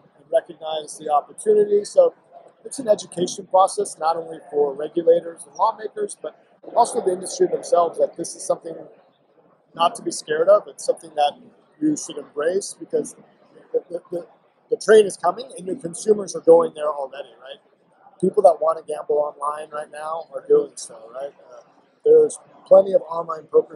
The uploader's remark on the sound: The Meadlowlands Exposition Center was buzzing this week at the SBC Summit, we present the proof in live audio form. We had guests moving in and out of chairs in a corner of the SBC Sales Lounge.